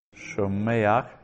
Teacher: that furtive patach that we find with a final guttural, just to help with pronunciation